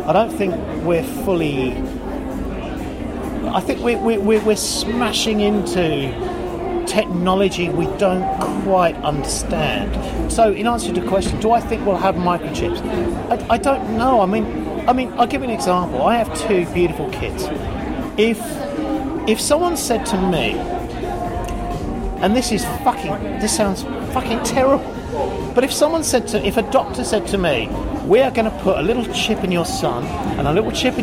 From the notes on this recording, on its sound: Recorded: A noisy bar in Sydney